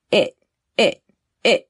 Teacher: We don't really hear that T sound at the end. · Term: stop T